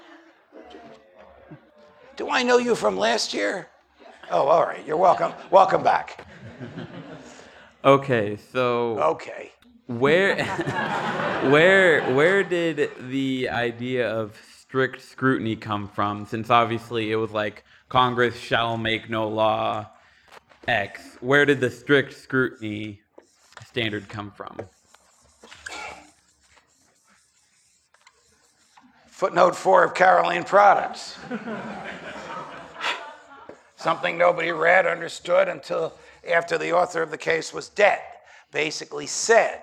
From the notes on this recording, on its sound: Recorded at Auburn University in Auburn, Alabama, on 24 July 2017. Hosted by the Mises Institute.